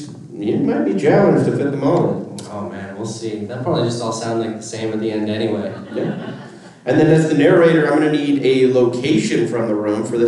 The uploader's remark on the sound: Calgary Expo 2023 LIVE. Are live from Calgary.